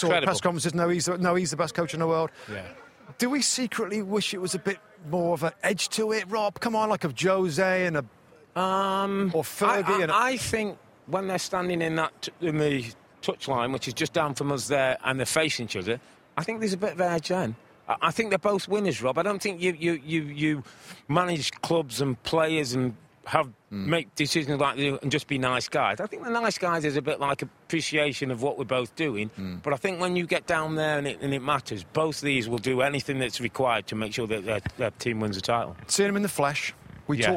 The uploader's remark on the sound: on location from the Etihad Stadium